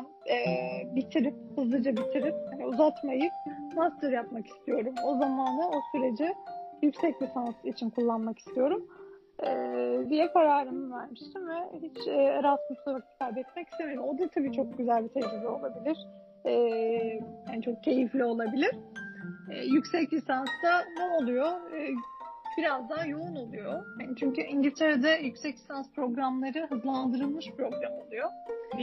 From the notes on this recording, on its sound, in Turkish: Uzaktan bağlanmalı bu kayıtta da hem bağlantım, hem de muhteşem hızlı konuşabilme özelliğim sayesinde yasanan kayıplar var.